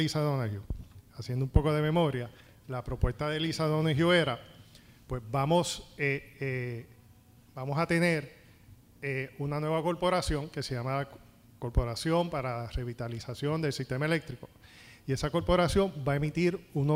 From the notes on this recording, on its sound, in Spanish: Una conferencia organizada por la MCA en la que un grupo de panelistas expertos discuten el acuerdo entre la AEE y los bonistas y su efecto en la economía.